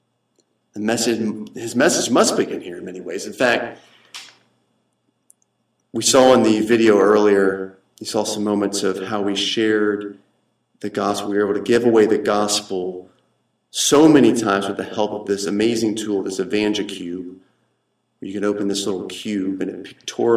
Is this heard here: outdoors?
no